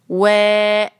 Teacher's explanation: واو پہ ہے سٹینڈنگ فتحہ، وے، ہونڈوں کو گول کر کے